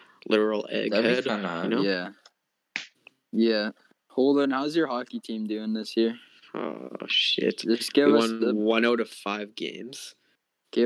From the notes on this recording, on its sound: Please forgive me for the awful discord quality and sounds bare with me though it does get good about five minutes